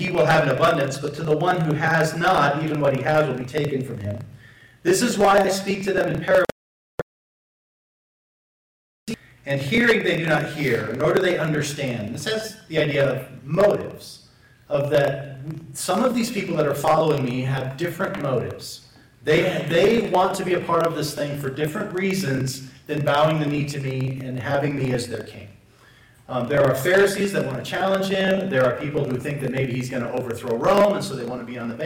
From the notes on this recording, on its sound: Apologies for the poor audio quality.